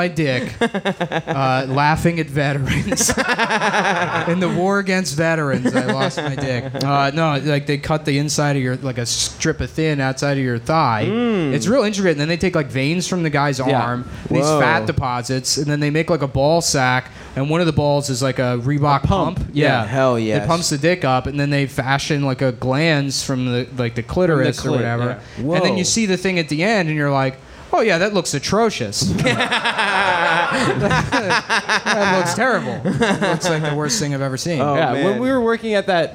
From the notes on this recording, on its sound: Cum Town Live at Skankfest (Live Show)